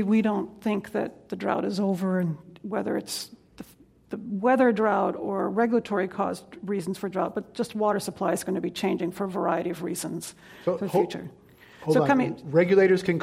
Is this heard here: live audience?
yes